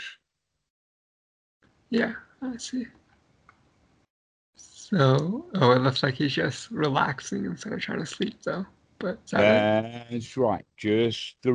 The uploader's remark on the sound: skype calls on this channel